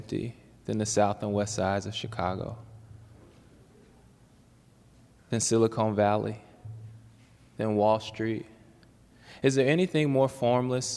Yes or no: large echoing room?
yes